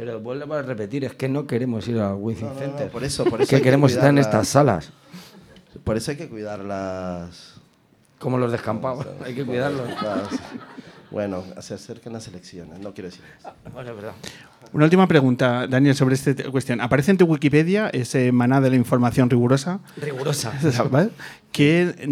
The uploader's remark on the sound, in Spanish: Grabando sobre el escenario de la Sala Vesta de Madrid.